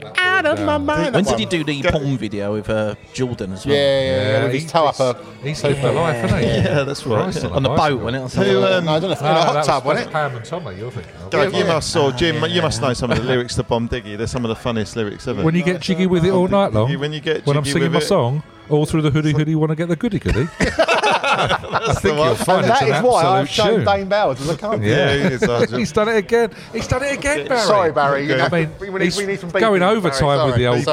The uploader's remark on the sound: Live at the Crafty Casks. At a local micropub (the Crafty Casks) for part 1 of a live recording. They brought some friends along for the ride!